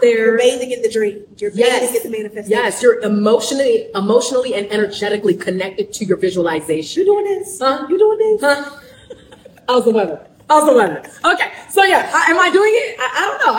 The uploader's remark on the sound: Excitement is bubbling over as we step into our very first live show at Creative Space, Ohio!